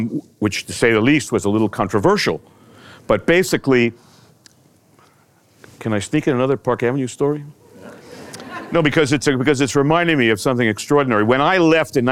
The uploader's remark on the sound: in front of a live audience